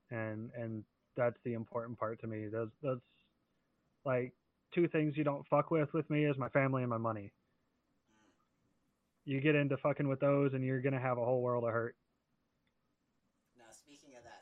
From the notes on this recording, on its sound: Despite some audio issues